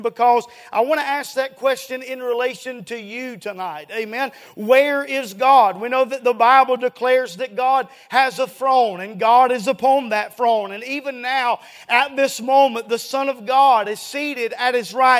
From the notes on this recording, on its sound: A sermon preached Wednesday Evening